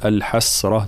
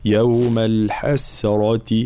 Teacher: فلا بد من الحرص على ترقيق السين · Shown in: second take · فلا نقول الحسرة، تكون بين السين والصاد، لا، يوم الحسرة هكذا مع تفخيم الراء طبعا لأنها مفتوحة.